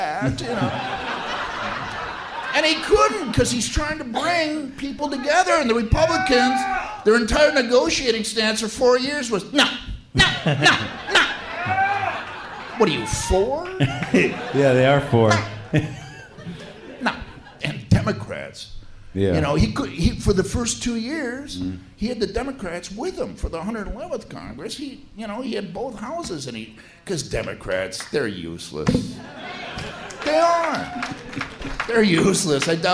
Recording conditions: live audience